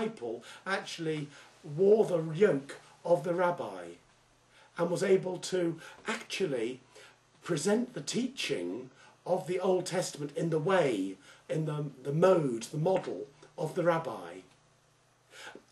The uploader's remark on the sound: Originally preached at the evening "Connect" service at St James Church, Styvechale, in Coventry, England on 27th September 2009.